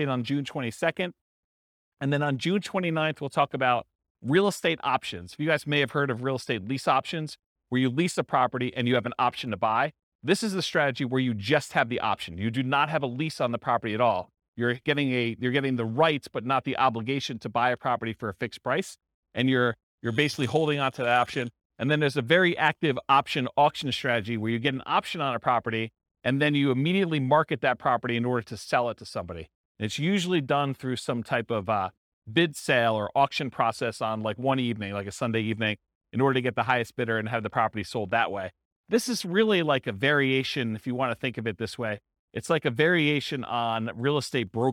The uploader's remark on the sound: This was a live class recorded